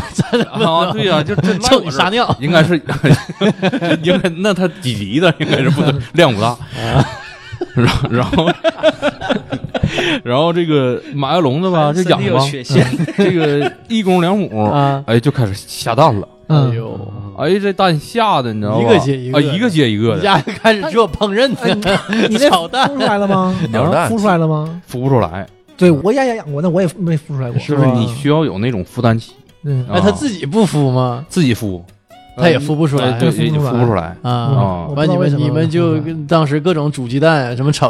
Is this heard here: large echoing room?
no